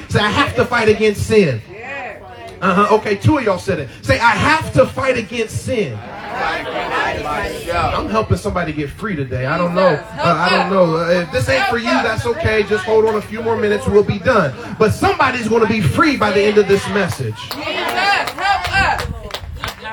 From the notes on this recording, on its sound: Freedom Outside Service